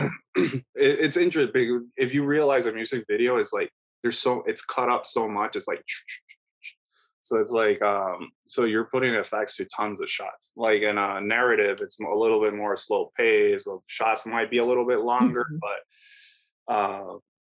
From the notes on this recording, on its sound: we sat down over Zoom